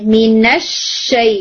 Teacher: آپ نے شو کرنا ہے کہ شین کو تشدید کے ساتھ ادا کیا جائے